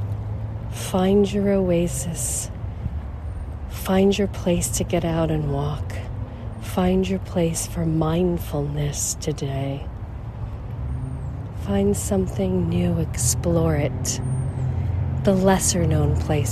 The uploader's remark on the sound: Along the Schuylkill River, Philadelphia, Pennsylvania, USA. This is a special on location Walk and Talk of our Mindfulness Summer Tour 2022.